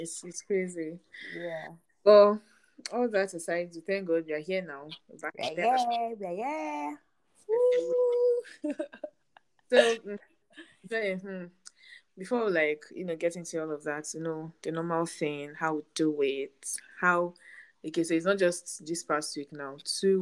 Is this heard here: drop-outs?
yes